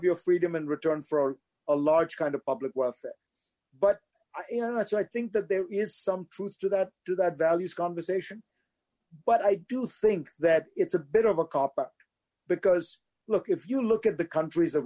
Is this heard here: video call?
yes